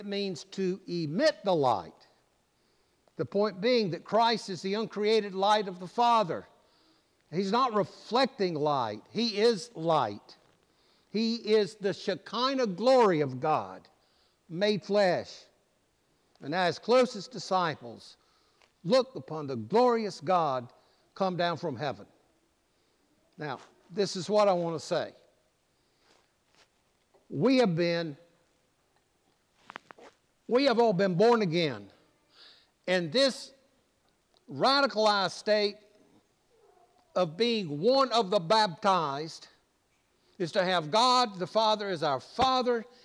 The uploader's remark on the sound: preached at All Saints Anglican Church in Charlottesville, VA on August 6